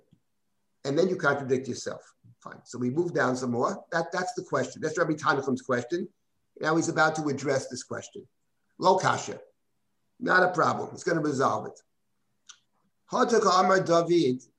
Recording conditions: video call